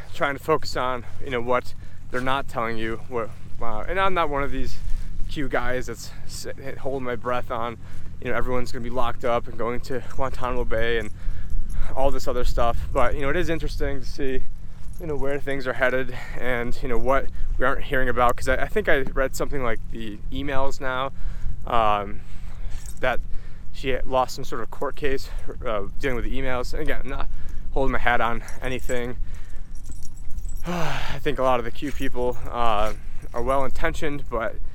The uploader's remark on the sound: In this walk and talk